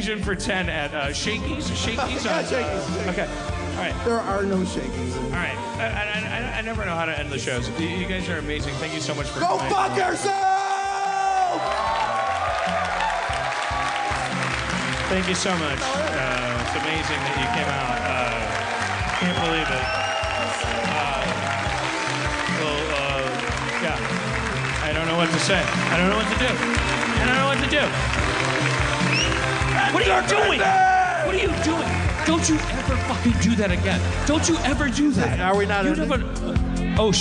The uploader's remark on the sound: LIVE in Chicago 2016 at Park West!